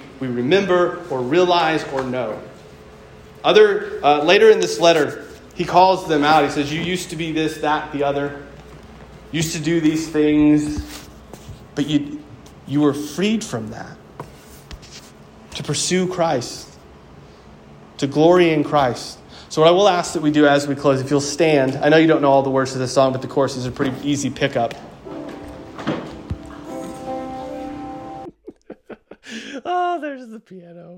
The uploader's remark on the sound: preached at my local church